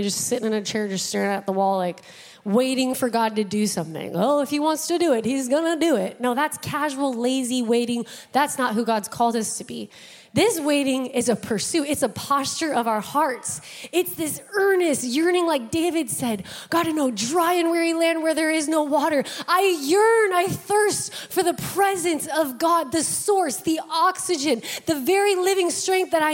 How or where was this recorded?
large echoing room